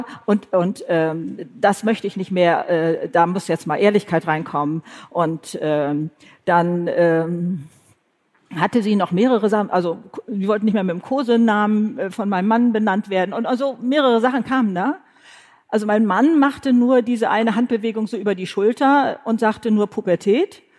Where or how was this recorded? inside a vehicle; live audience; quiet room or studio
live audience